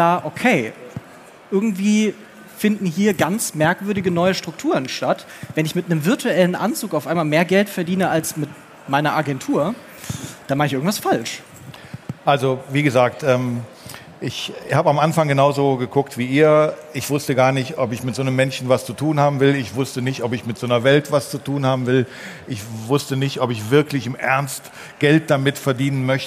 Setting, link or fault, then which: setting, live audience